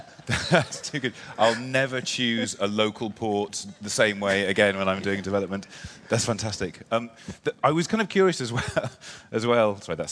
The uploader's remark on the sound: Delivered at the Fronteers conference in Amsterdam in October 2019.